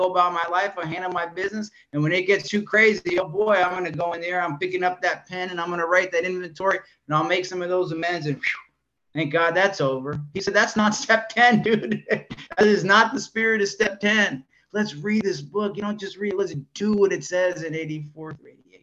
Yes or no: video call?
yes